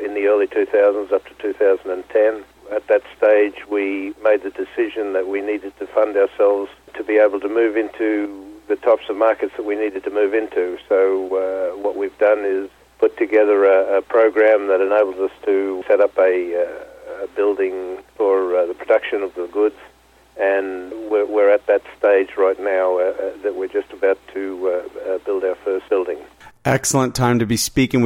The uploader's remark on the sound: called in to SmallCapVoice